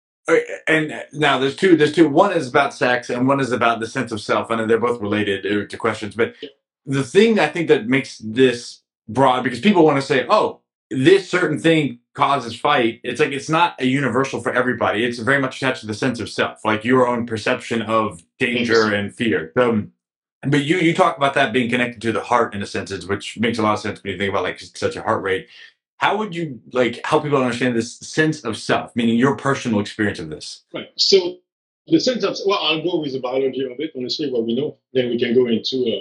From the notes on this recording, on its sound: It's not the cleanest audio, but don't forget that we're on two different continents and still making this happen!